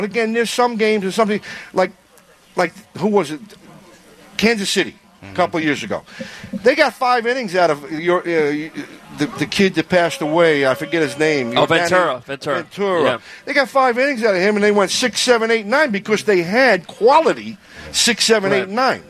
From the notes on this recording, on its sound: live from SoxFest 2019